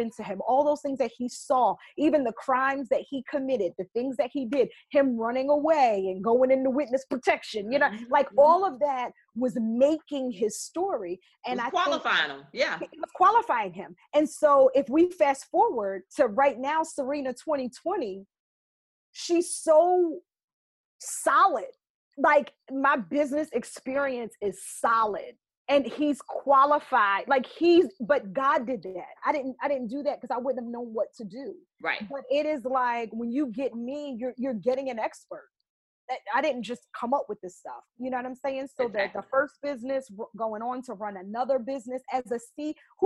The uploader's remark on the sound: This is a recording of a recent webinar